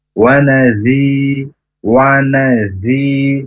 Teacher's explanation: nazinya huruf zal, ujung lidah ke ujung gigi atas, ya, tidak nempel.